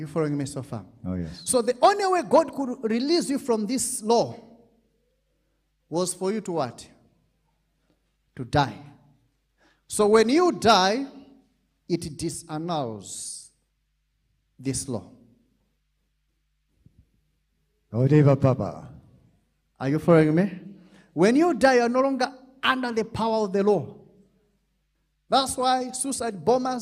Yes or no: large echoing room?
yes